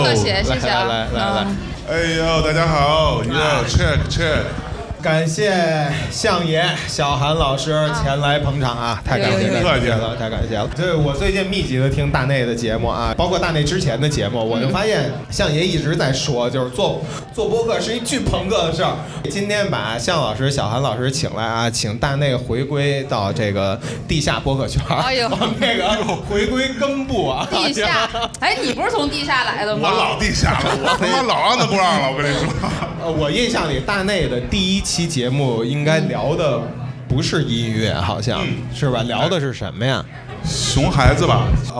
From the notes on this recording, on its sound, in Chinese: 我们在北京举办了 音乐·聚我们——首届「播客松」+西海之声7周年聚会 活动。我们将经过修整剪辑过的现场录音内容。现场录音设备协力品牌：Focusrite、RODE 麦克风。